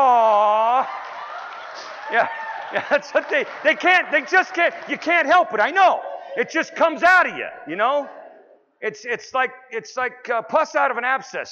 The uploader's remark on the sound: Town Hall Presentation. Doing RC2C from San Antonio at the 42nd annual TAAP Conference in San Antonio, TX.